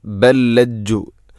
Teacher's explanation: ഒന്നാമത്തെ ലാമിനെ രണ്ടാമത്തെ ലാമിലേക്ക് ഇദ്ഗാം ചെയ്യുന്നു, കൂട്ടി ലയിപ്പിച്ച് ഒതുന്നു.